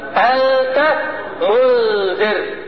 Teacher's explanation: اذهبت ذات النون الساكنة والتنوين من اللفظ وابقيت الصفة وهي يا رجالة الغنة، وابقيت الصفة وهي الغنة. · Term: اخفاء